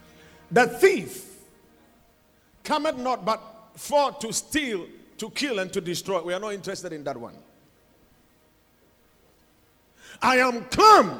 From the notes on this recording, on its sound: Preached at the Watered Garden Church